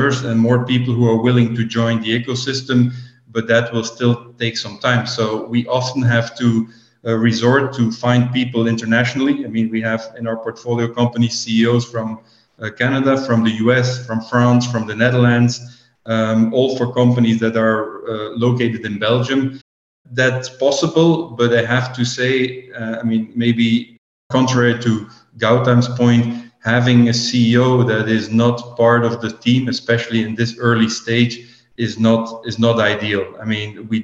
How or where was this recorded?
video call